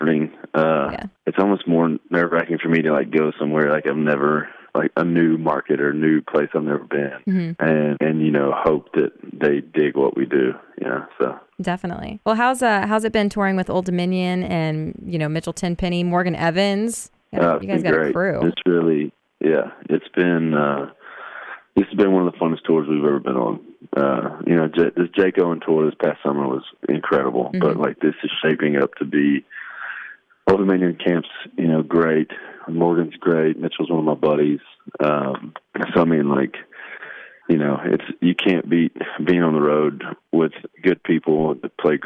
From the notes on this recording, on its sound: called in to chat